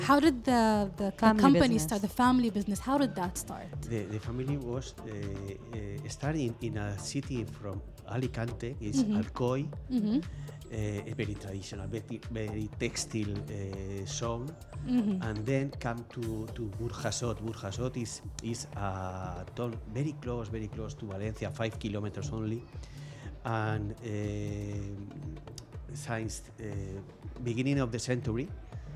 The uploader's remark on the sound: Live from SHD 2023